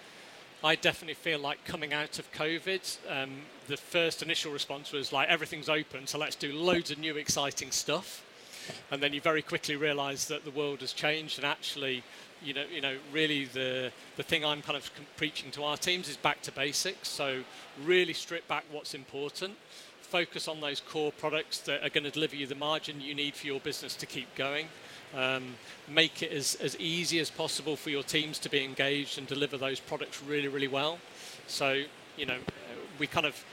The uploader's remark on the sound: which took place back in September, live at Lunch!